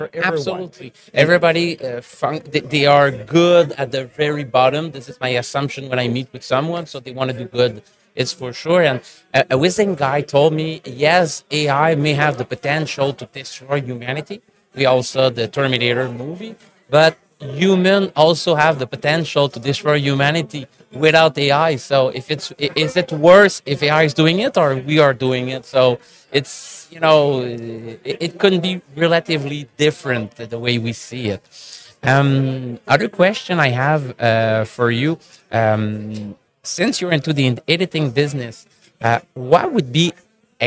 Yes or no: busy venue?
yes